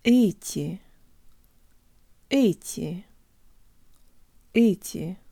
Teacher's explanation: The th is soft, meaning that although the tip of the tongue is still behind the bottom teeth, the portion of the tongue behind the tip is very high, and it releases very close to the roof of the mouth with lots more air than in English, making a hissing sound